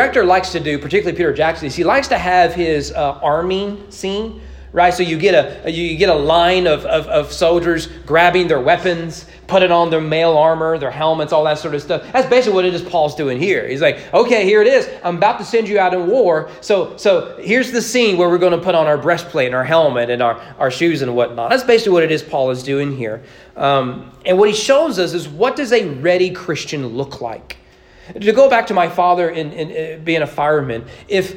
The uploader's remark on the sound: Sermon preached at East Frankfort Baptist Church.